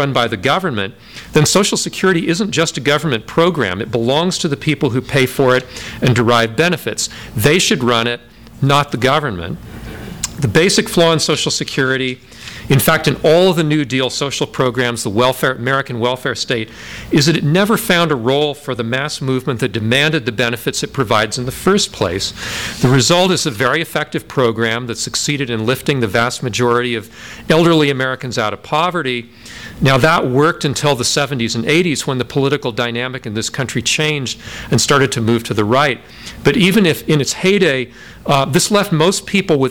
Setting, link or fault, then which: setting, live audience